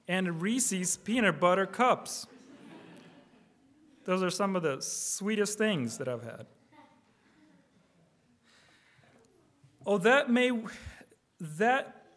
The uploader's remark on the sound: Preached on August 13, 2023 (Evening) at Trinity Presbyterian Church ( Evangel Presbytery ) in Spartanburg, SC. Preached on August 13, 2023 (Evening) at Trinity Presbyterian Church ( Evangel Presbytery ) in Spartanburg, SC.